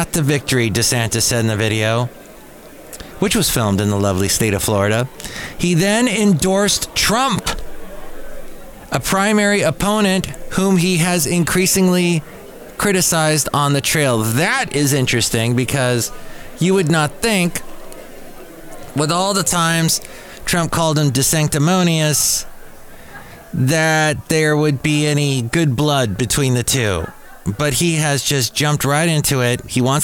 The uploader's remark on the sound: podcasts live from Café Anyway